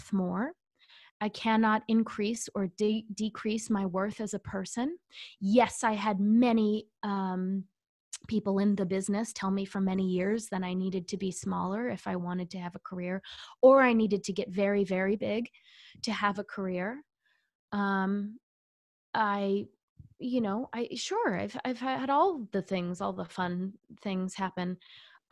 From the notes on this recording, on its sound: In this sweet episode I have a bi-coastal zoom chat with my unicorn of a friend. In this pandemic-time chat.